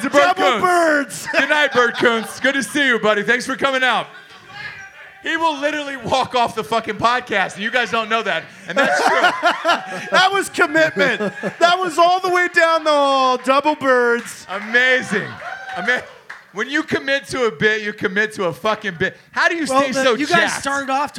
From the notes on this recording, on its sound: We are live in Hollywood at the American Legion Post 43! A couple hundred Southern California Drinkin’ Bros.